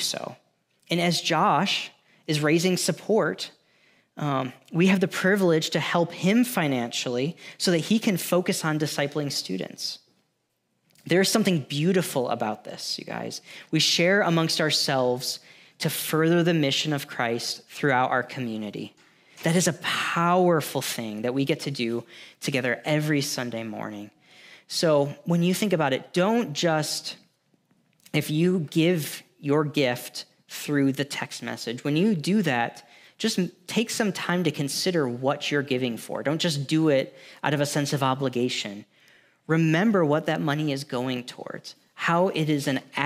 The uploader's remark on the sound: Thanks for listening to this audio from New City Church in Champaign-Urbana, IL.